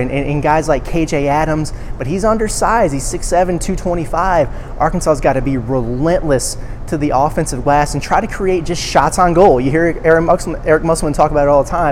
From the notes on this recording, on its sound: from Wells Fargo Arena in Des Moines for a live preview